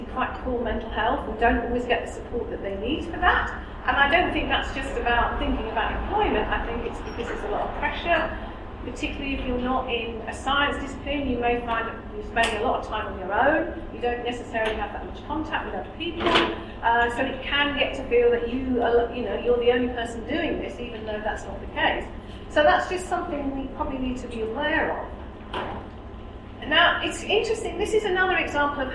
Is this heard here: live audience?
yes